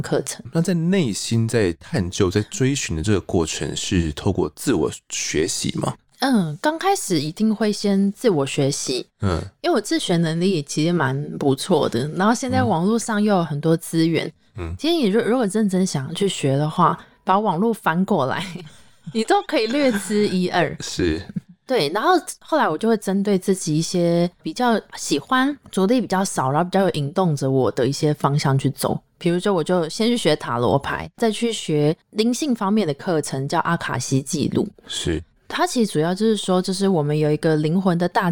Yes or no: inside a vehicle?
no